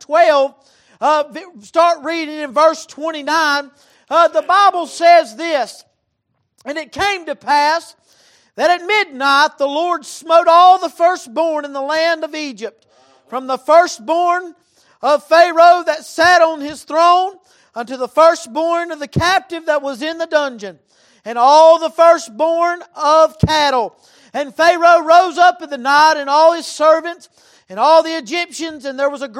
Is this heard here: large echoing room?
yes